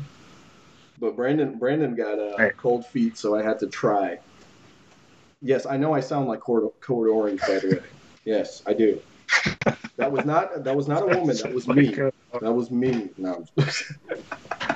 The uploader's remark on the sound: my mic completely failing and my PC defaulting to my webcam mic